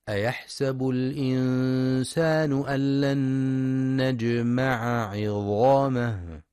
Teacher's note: وفي قوله تعالى: أيحسب الإنسان أن لن نجمع عظامه، ينتبه القارئ برواية حفص لفتح السين وعدم كسرها، فلا يقرأ أيحسب. كذلك ينتبه لتوضيح العين وإظهارها وعدم إدغامها، فلا يقرأ أن لن نجمع عظامه.